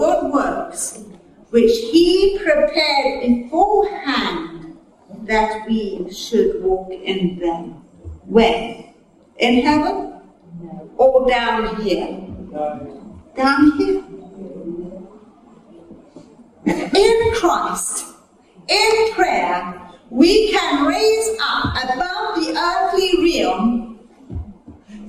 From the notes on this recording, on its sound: Recorded at a teaching meeting